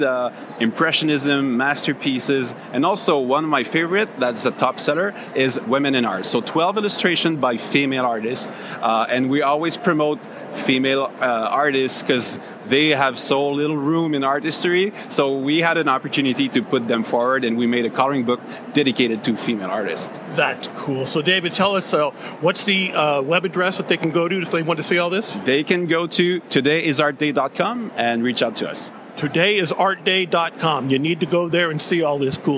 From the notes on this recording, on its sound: NAMTA Trade Show. We are on the trade show floor of the 2023 National Art Materials Trade Association convention.